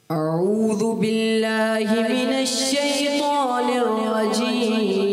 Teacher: اعوذ باللہ من الشیطان الرجیم صحیح میں تھوڑی غلطی ہو گئی زال جو ہے نا زا جیسی آواز آ گئی